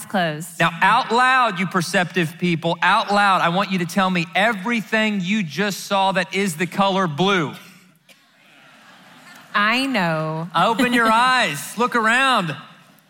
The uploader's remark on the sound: answer questions live at the XO Conference 2019